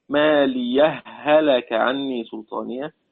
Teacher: الوجه الأول بإدغام مثلين صغير، هاء ساكنة بعدها متحركة